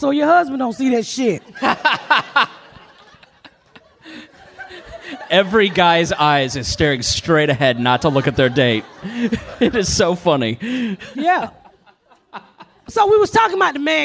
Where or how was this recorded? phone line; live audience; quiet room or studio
live audience